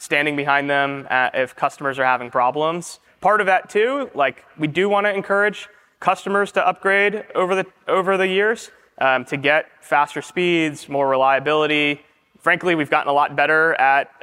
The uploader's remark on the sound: Live at On The Verge in New York City. Live at On The Verge in New York City.